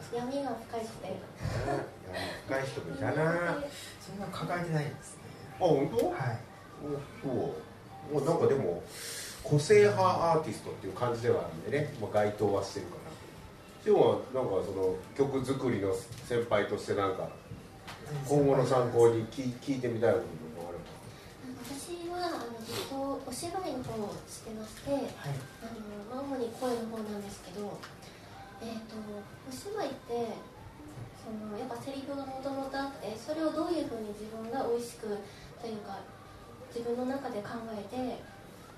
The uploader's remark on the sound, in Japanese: 公開ポッドキャスト収録の巻。2018年1月14日開催LIVEでの公開ポッドキャスト収録の回～！